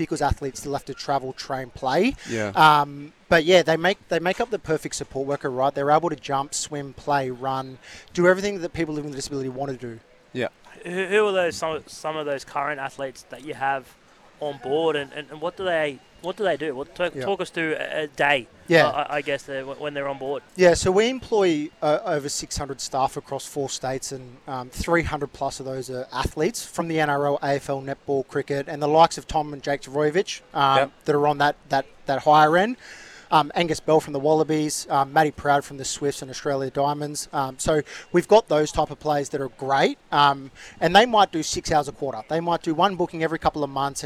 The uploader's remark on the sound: Live at Manly beach